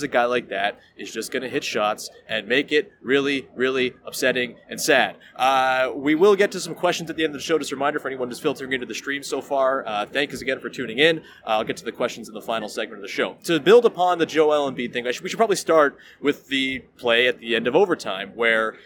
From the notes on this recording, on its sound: Live from Scotiabank Arena. Fields some future-thinking questions from viewers of the live stream.